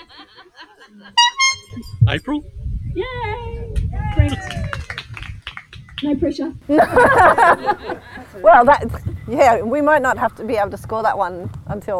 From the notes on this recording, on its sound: Adventure to South Australia for the third annual listener meet-up and have a rolicking good time recording live with friends old and new at Mount Barker parkrun.